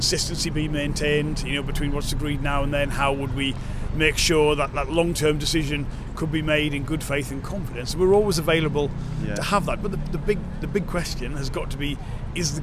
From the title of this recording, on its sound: Live from the London march